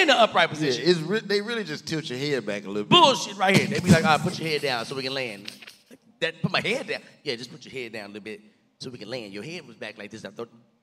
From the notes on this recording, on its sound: got together for a live taping of the podcast